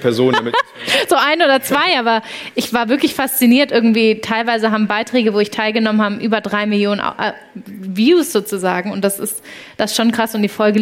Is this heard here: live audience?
yes